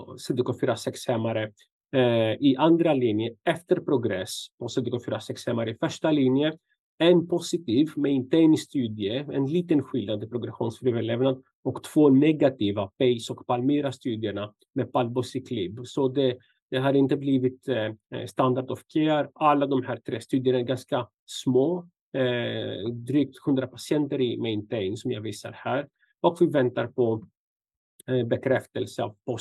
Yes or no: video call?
yes